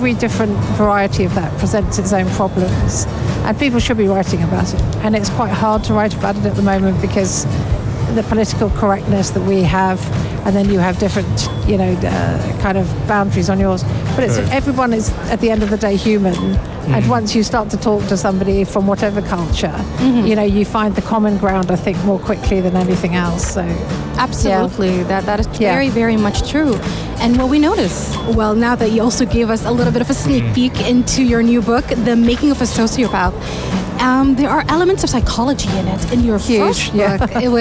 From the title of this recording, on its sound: Live from SIBF 2023